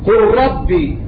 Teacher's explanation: أدغمنا اللام في الراء إدغاما كاملا